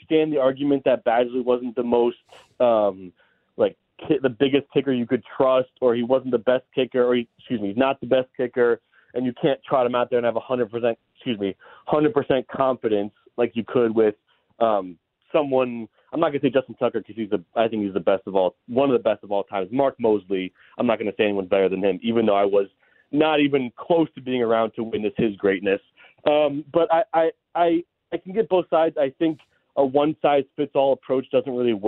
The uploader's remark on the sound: Closing out phone calls on the Championship weekend.